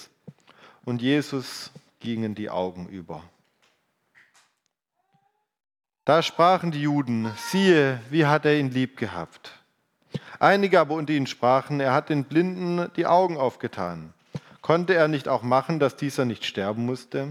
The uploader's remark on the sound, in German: Predigt vom Gottesdienst